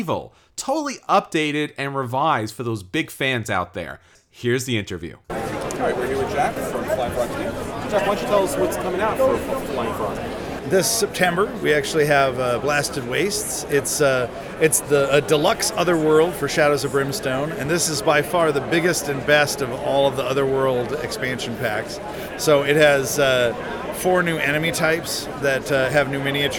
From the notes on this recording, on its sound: We had a chance to speak with a ton of great publishers, designers, artists, and gamers at Gen Con and recorded some of those conversations.